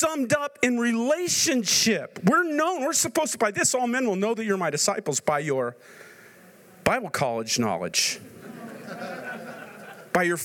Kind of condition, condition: setting, busy venue